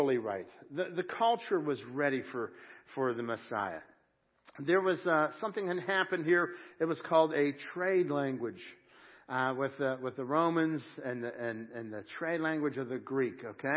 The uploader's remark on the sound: Crossroad Ministries Live Service